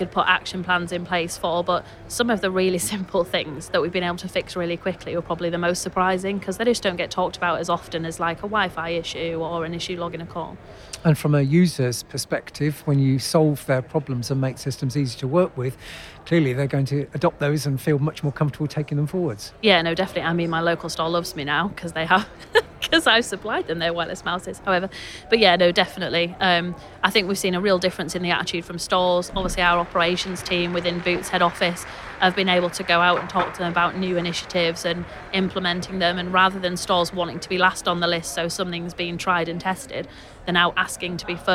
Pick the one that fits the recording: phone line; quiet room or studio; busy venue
busy venue